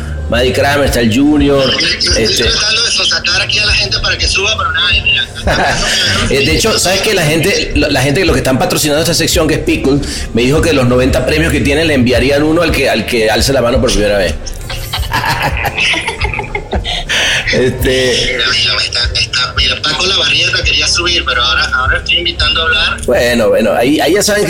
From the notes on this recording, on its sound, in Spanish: Clubhouse Cannes Lions. En nuestro podcast-bar.